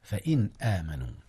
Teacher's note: أظهر نون إن قبل الهمزة فإن آمنوا، والهمزة طبعا من حروف الإظهار إذ هي حرف حلق.